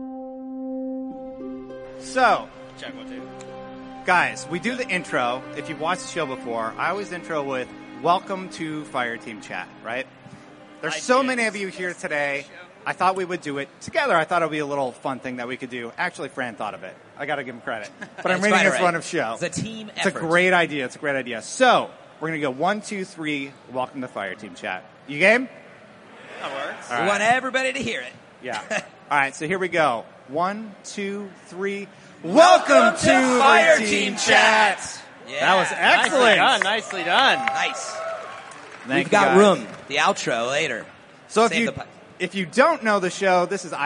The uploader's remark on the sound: live from GuardianCon 2017